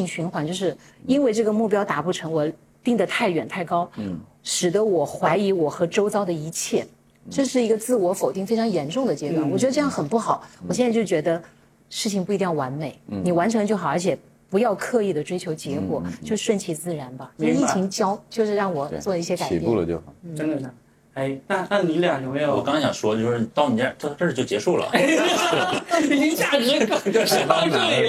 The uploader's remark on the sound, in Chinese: 现场带观众版。深圳福田中心区商圈党委提供了设备场地以及资金赞助。